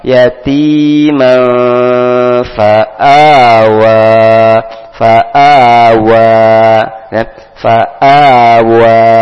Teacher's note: tanwin ketemu fa, maka dibaca ikhfa samar-samar, namun di, bibir sudah siap masuk ke huruf fa. Yatiman, gigi segera ditempelkan ke bibir bawah bagian dalam.